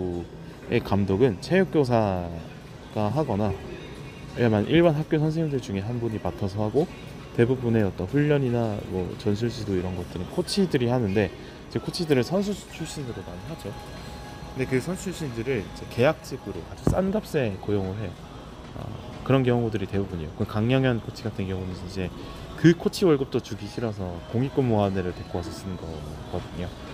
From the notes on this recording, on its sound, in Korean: 콧물 소리 죄송ㅎㅎ.